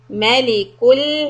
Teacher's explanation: Make the lam soft. The kaf is a dhamma round mouth. For lam we flatten it.